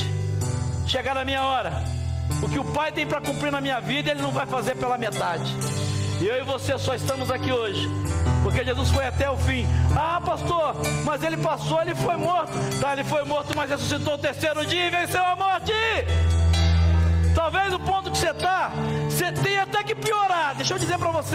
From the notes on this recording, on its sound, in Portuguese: na Celebração ao vivo do último domingo